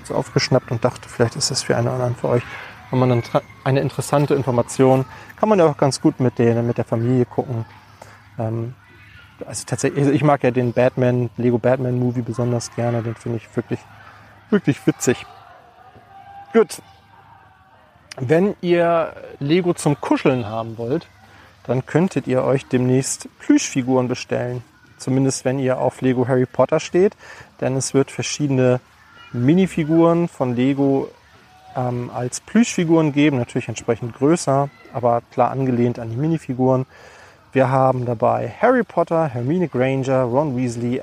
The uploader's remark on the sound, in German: Eine Podcast Aufnahme im Freibad.